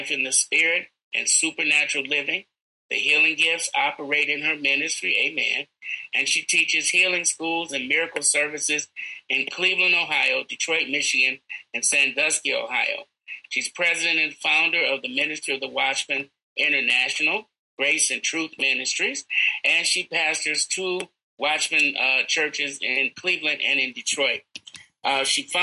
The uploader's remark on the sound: NEW COVENANT OF PEACE ZOOM EVENT